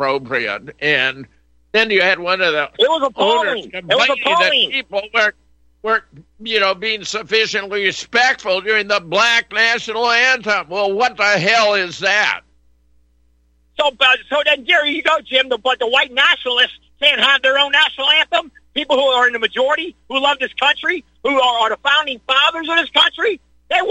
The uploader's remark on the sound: opens phone lines for callers